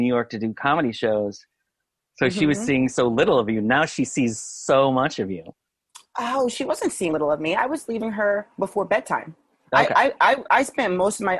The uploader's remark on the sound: spoke with me over Zoom